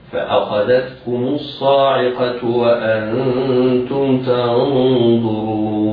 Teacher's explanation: الوجه الثاني: التوسط بمقدار أربع حركات هكذا: فأخذتكم الصاعقة وأنتم تنظرون.